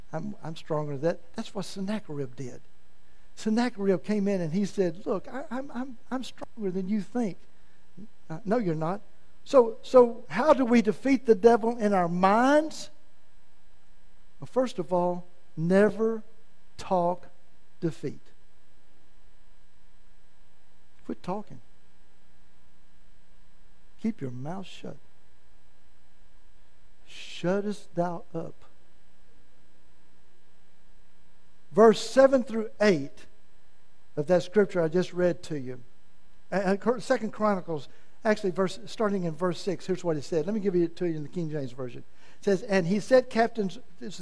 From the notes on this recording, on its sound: in the main service at First Assembly of God in Malvern, Arkansas